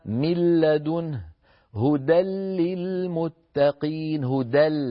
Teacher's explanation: يحولون النون بكمالها إلى لام فيقولون من لدنه هدى للمتقين هدى، ولا يبقى من التنوين شيء يعني لا يبقى غنة.